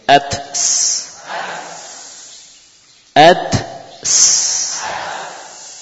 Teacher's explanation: hamasnya tak beda dengan hamasnya sin · Term: hams